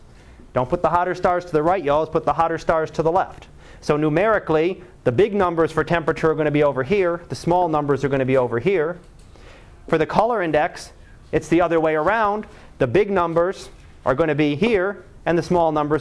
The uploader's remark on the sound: Live Class Lecture